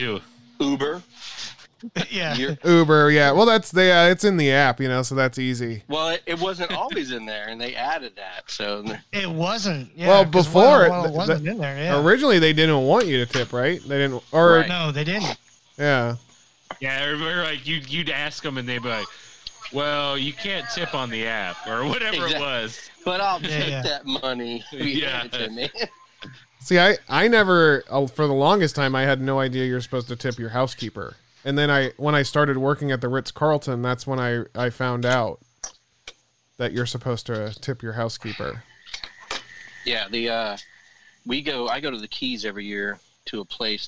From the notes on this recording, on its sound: While the barbershop was closed during the lock downs we poorly recorded some zoom calls. Quality is a mess and background noises are distracting but we didn't let it stop us from enjoying some beers with eachother over the phone.